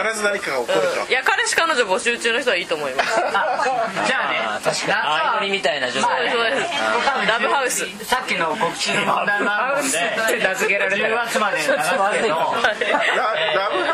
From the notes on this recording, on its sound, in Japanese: 日本建築学会大会（東北）の後、仙台のいろは横町にて収録が行われました。仙台の壱弐参（いろは）横丁ゆきむらにて。